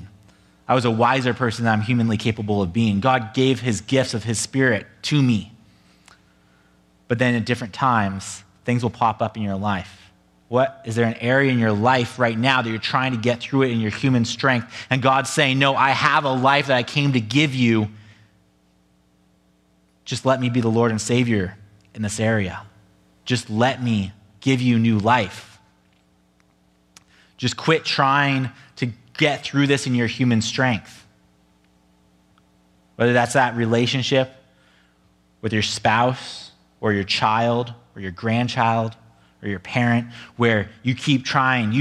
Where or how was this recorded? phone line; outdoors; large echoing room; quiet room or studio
large echoing room